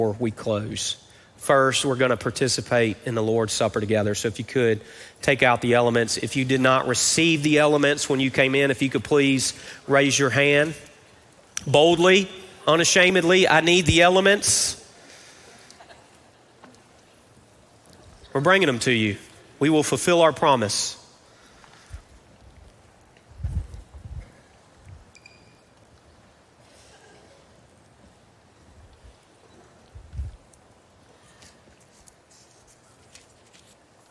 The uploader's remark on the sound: Recorded live at Brookwood Church on 08.06.23.